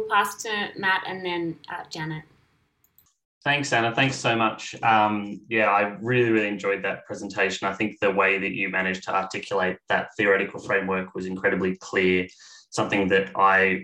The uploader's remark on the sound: This event was held via Zoom.